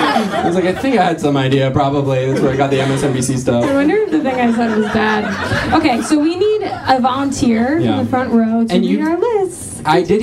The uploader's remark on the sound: Another live show!